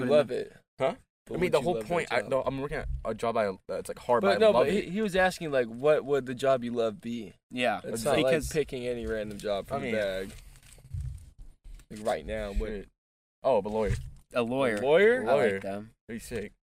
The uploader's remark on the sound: sprinklers soak us mid recording